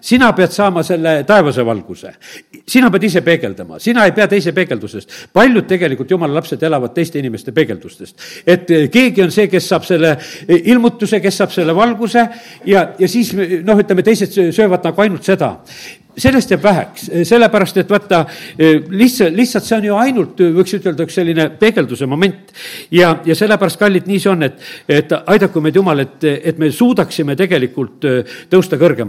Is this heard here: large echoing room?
yes